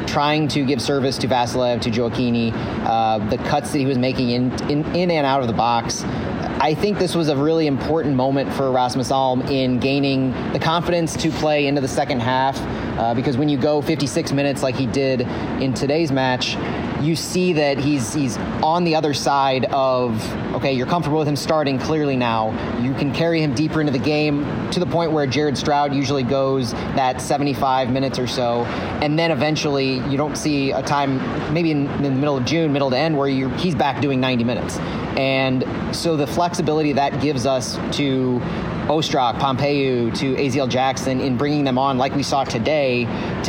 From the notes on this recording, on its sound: live at CITYPARK